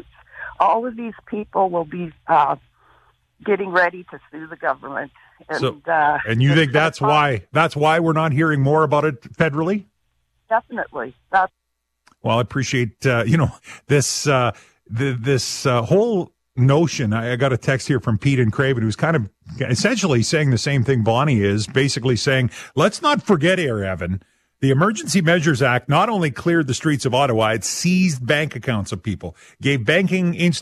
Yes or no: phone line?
yes